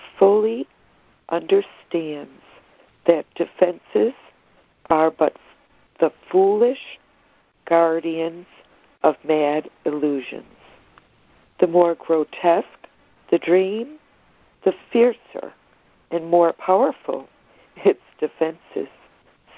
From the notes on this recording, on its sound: ACIM Daily Conference Call